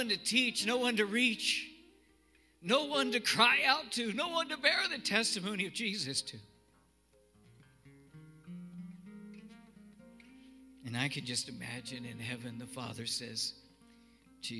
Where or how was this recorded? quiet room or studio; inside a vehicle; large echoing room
large echoing room